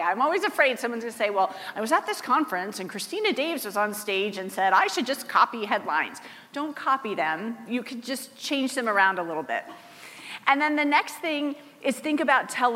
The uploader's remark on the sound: Teaches the audience at the HyperFast Sales Summit how to get PR famous.